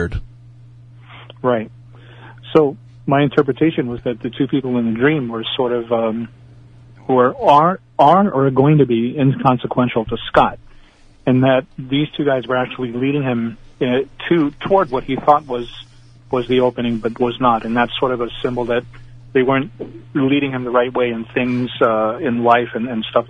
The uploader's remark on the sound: Recorded live. Over the phone.